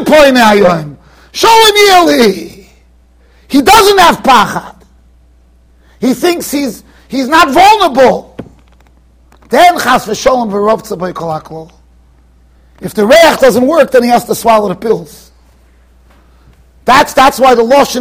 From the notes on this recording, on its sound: Shiur recorded in Yeshivas Ohr Reuven, Monsey NY